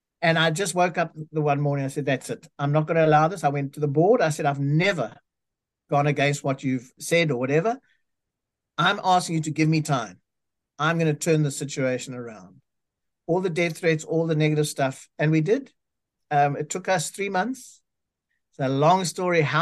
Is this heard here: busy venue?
no